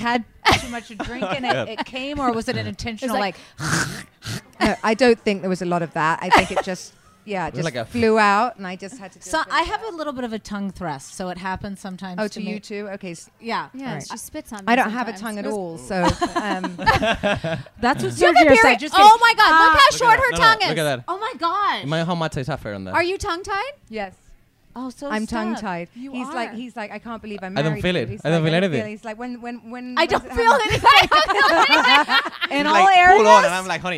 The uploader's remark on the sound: Live from BravoCon